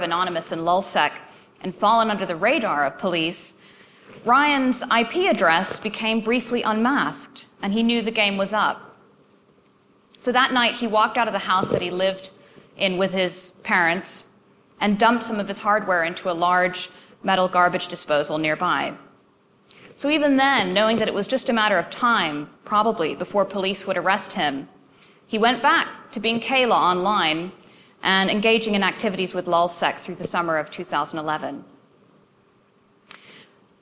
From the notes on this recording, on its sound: presentation from AusCERT's 2013 conference.